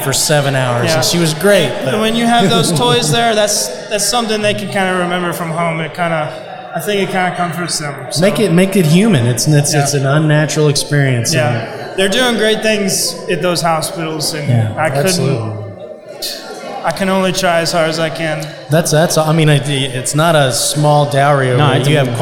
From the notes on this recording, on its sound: We interviewed for over 2 hours at the Contractors Network LIVE event in Spring TX and had an absolute blast.